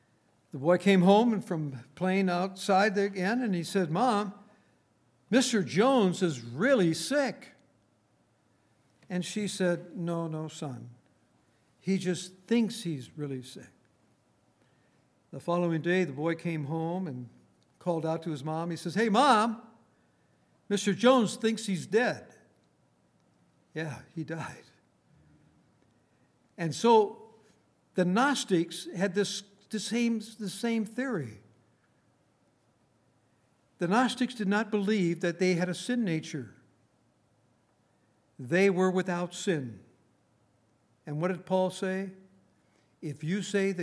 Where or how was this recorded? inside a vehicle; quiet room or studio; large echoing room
large echoing room